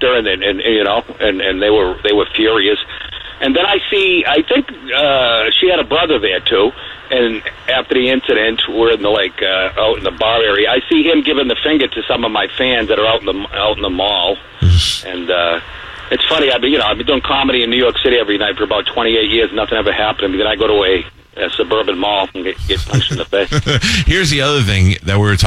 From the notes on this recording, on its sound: on the phone